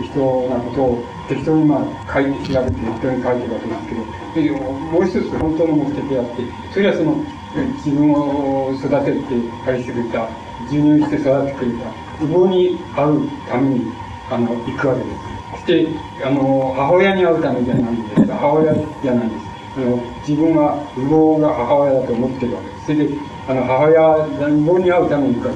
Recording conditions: background noise